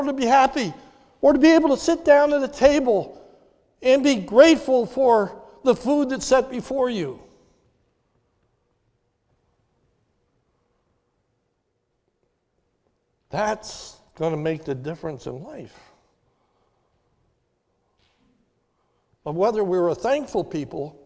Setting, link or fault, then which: setting, large echoing room